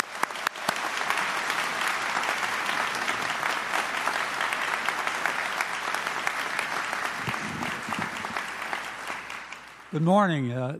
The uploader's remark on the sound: This is the audio from the inauguration. The inauguration was held at Maryland Hall for the Performing Arts.